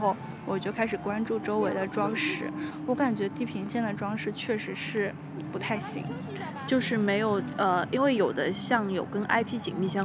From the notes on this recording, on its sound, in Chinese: 迪士尼现场。就是在迪士尼本尼园区内。